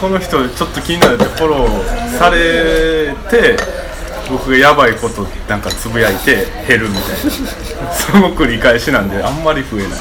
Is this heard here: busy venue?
yes